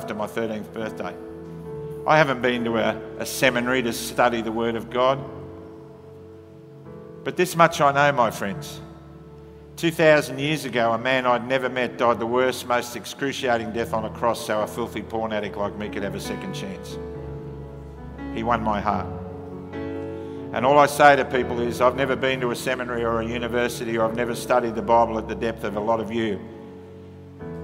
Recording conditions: large echoing room